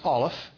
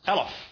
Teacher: In this particular spot, it's not pronounced as Aleph, it's pronounced as Aleph. It doesn't have an A sound in the beginning, it has an E sound in the beginning. · Shown in: second take